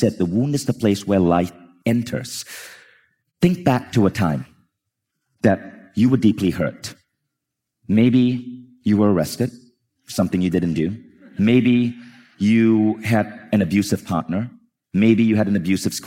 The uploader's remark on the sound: This talk is brought to you from Mindvalley's Reunion stage in Los Angeles 2019